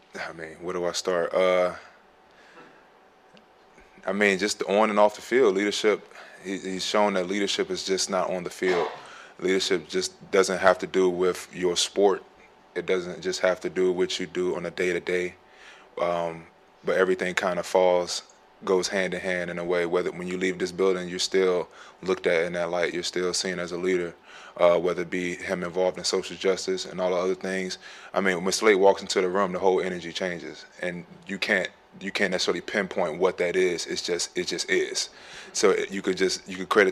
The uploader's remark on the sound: addresses the media during his postgame press conference